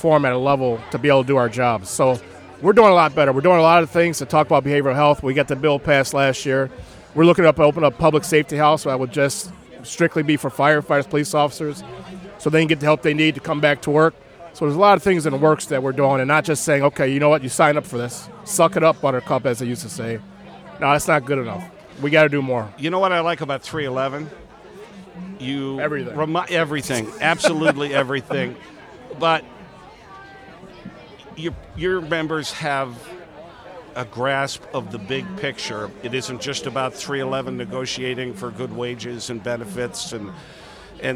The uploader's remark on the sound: Live from LaborFest 2023